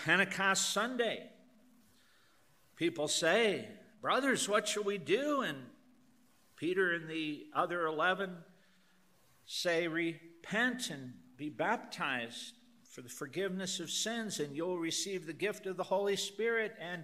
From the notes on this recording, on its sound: Youre listening to a recorded Lecture from the Denver Lecture Series.